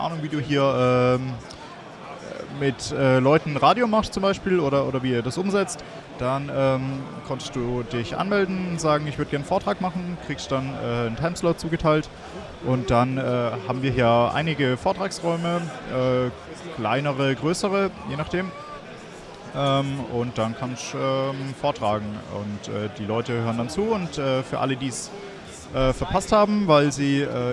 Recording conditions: busy venue